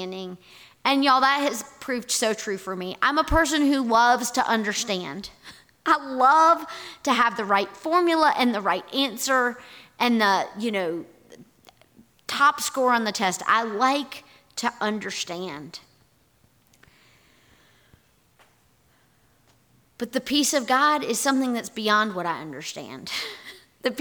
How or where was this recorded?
large echoing room